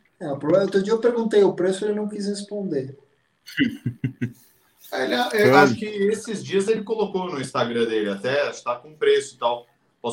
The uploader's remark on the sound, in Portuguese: Gravada ao vivo via youtube